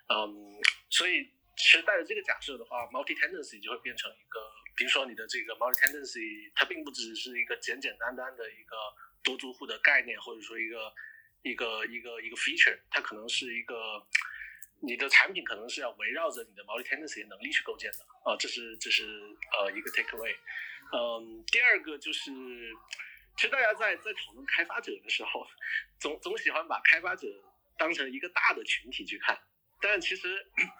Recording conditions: poor sound quality